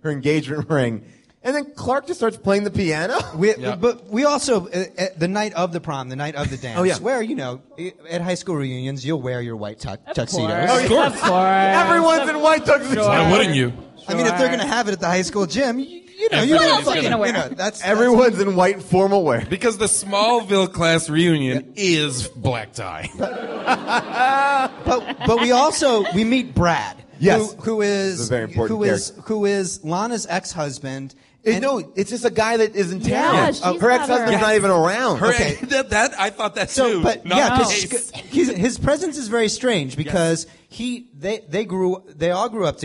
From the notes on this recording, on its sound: live from Largo at the Coronet in Los Angeles